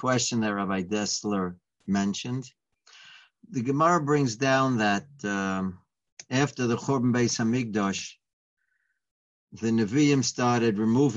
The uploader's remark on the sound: Live On Zoom